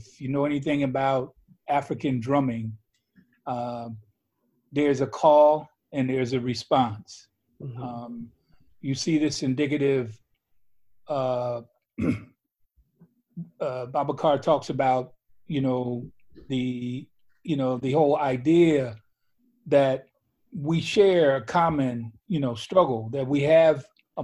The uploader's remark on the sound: This episode is the outcome of a Zoom panel that The Africanist co-organized in the framework of the annual African Heritage Festival of Louisville, Kentucky.